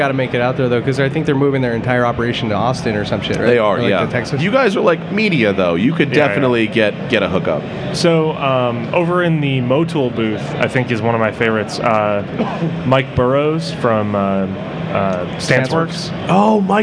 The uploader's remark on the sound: Recorded live from the show floor at SEMA, this episode covers a lot of ground.